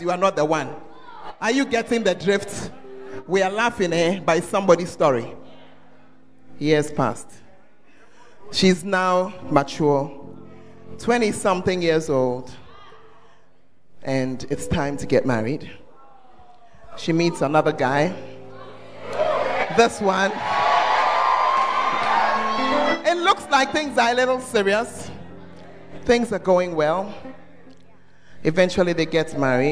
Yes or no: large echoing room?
yes